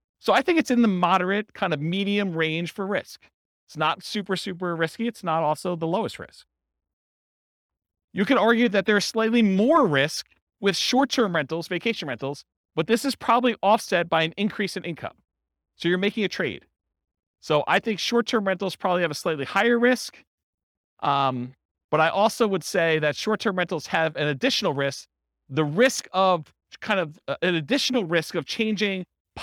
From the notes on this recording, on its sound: This was a live class recorded